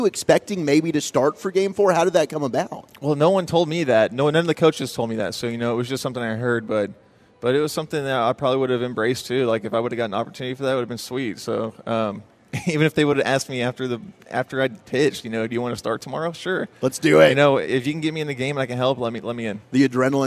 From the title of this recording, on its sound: live from the Texas Rangers Toy Drive